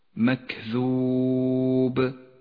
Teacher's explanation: الوقوف على الباء المتحركة بسكون يستدعي منك صفة القلقلة لحرف الباء كما في كلمة مكذوب، سكن حرف الباء سكونا عارضا بسبب الوقف فلما سكنته وجبت قلقلته